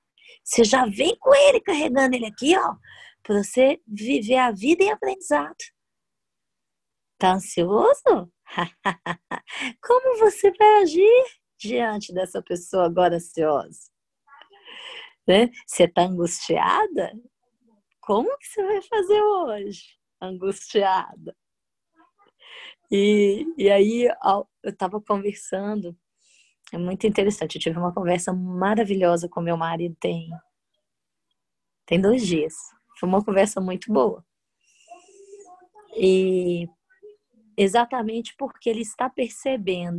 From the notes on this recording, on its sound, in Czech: Online viz Zoom